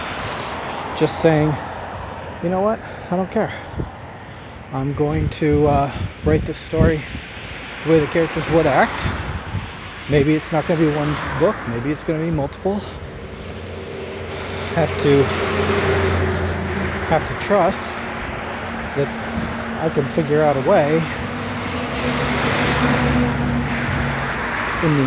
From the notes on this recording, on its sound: my first time recording the walk.